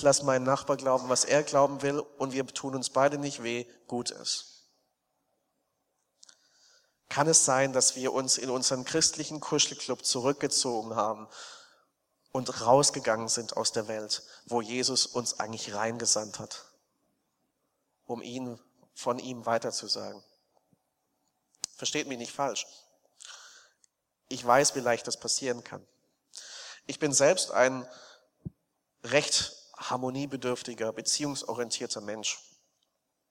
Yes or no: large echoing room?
yes